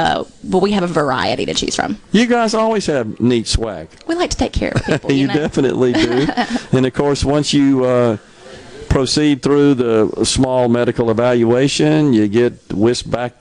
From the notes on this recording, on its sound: MidDays is LIVE from MS Blood Services in Flowood today.